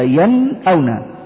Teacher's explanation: هي فيها غنة ولكنها غنة بسيطة